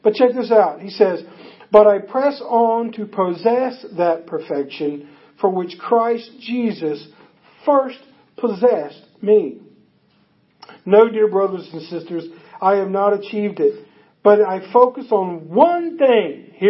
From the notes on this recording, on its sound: Audio is taken from a facebook live event on our church's facebook page.